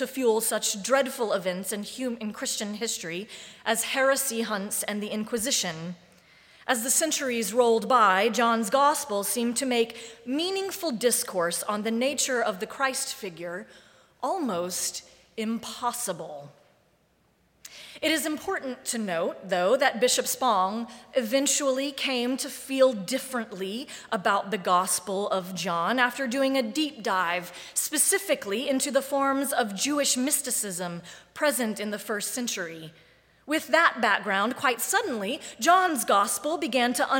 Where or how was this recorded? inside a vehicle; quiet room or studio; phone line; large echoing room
large echoing room